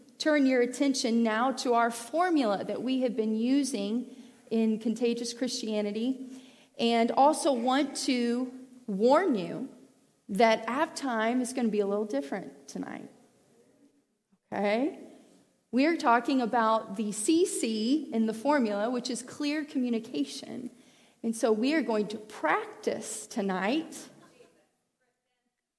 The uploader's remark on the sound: Previously recorded sermons from the Calvary Church in Cincinnati Ohio.